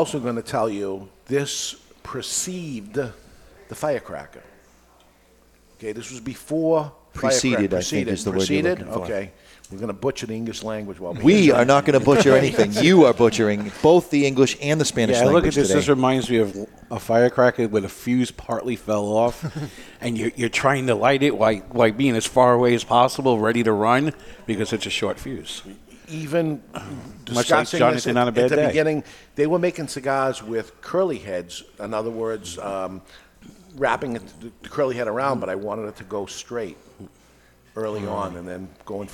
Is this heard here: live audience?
yes